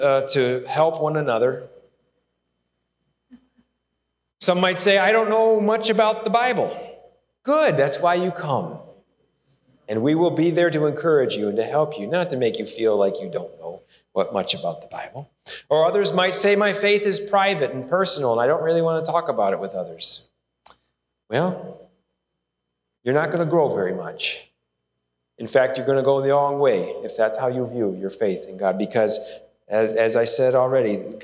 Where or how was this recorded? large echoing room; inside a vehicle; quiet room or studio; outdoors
large echoing room